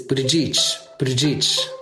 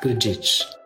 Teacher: It is Buttigieg, Buttigieg, like that, Buttigieg. They kind of roll right over the first two syllables and then draw out the third, like each.